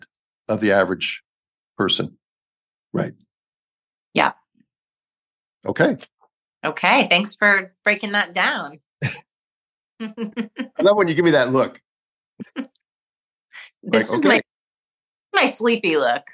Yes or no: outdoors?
no